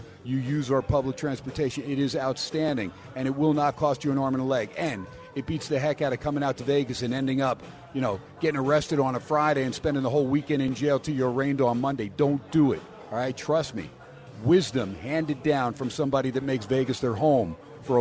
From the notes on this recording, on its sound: "Live" from #SteinersPub in Las Vegas